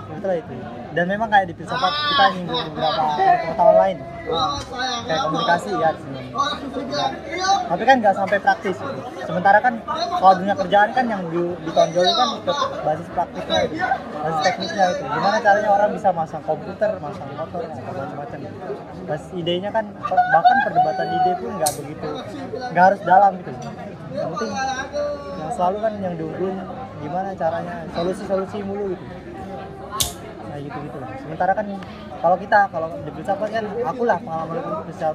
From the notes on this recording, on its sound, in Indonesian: Obrolan ini diabadikan di warung kopi dengan backsound keributan manusia.